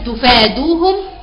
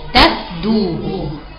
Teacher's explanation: قرؤوها بفتح التاء وسكون الفاء بدون الف مديه · Shown in: second take